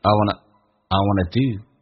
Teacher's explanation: Want to,口语化当中可以弱化成 W-A-N-N-A. I wanna, I 没有那么字正腔圆，近似于单元音